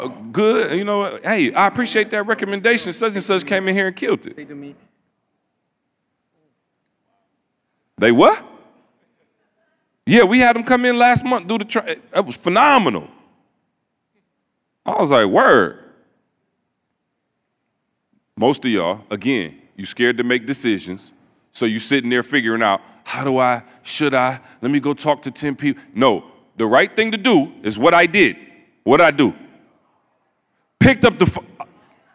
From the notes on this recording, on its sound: In this live episode from Mexico